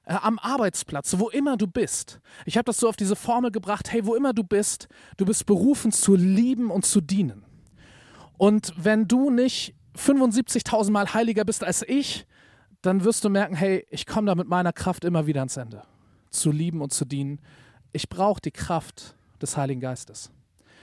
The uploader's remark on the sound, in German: Predigt im Rahmen des GreifBar+ Gottesdienstes